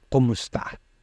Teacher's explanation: in kumusta or how are you, the stress falls on the second syllable